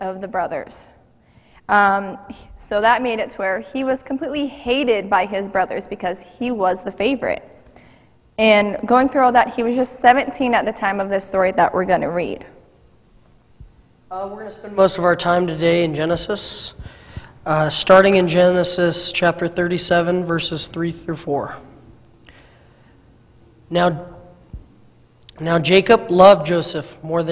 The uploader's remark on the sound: Mt. Zion Church Live!